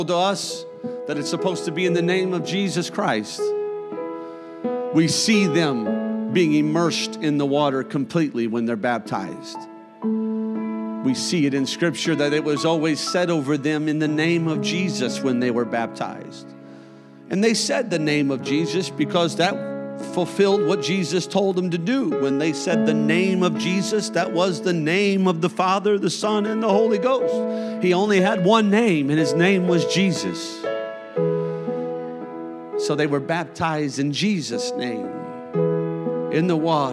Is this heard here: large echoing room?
yes